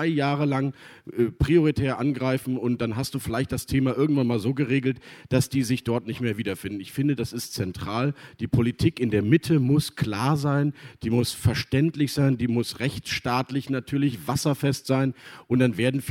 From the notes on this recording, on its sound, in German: im RP-Zelt beim Campfire-Festival in Düsseldorf